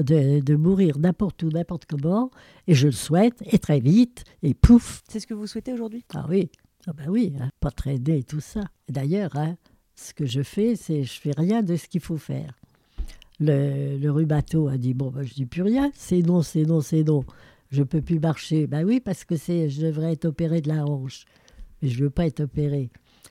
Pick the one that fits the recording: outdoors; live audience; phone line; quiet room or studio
quiet room or studio